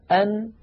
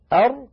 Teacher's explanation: يجد بأن الراء أعمق قليلا إلى الداخل · Shown in: second take · يعني لو كان هذا سقف الحلق وهذا اللسان، أن هنا أر تكون أعمق إلى الداخل قليلا، أن أر، أن أر، فالراء أعمق قليلا إلى الداخل. · Term: حرف الراء